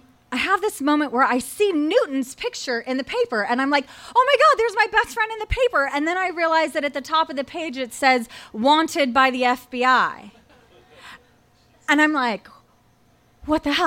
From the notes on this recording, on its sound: Recorded live at Tiger!Tiger! Tavern.